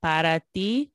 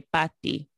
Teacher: So instead of saying para ti, they would say pati, like, so for you. It just sounds like pati instead of para ti. There's a whole syllable missing. · Shown in: second take